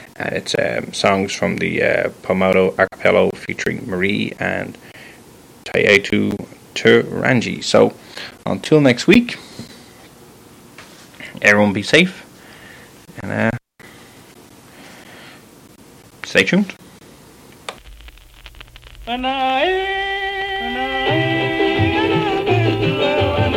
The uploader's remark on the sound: sorry for Mic drop-outs